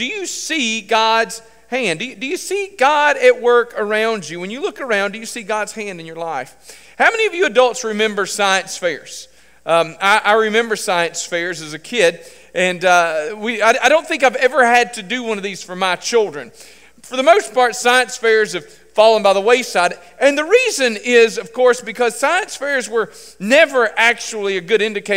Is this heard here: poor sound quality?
no